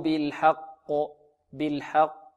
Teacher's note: القاف هي الحقيقة مفخمة، فلا يقال إنها رقيقة